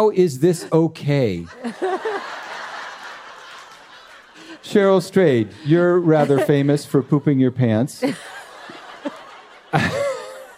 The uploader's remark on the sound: Dear Sugars returns to Portland, Oregon, for another raucous and uplifting live show.